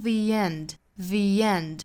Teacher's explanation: 注意这个 the 的变音哈它从这个 a 变成了 e 的发音